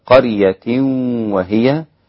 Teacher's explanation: أسقط الغنة في التنوين أو النون الساكنة مع الواو والياء